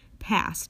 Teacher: That's because all of the other sounds in this word are voiceless, and we end the word passed with the voiceless alveolar stop, or t sound. This is, of course, due to assimilation.